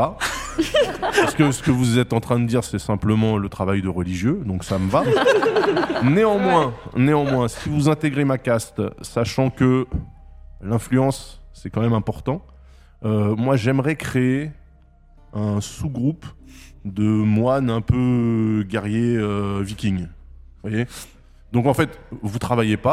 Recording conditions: live audience